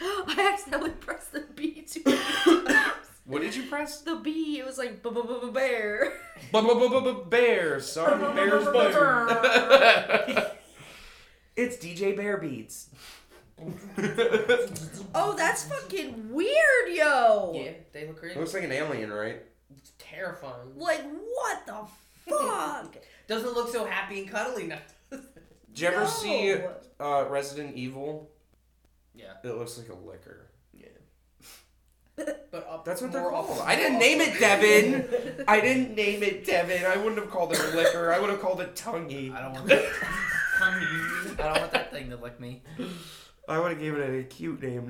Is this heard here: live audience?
no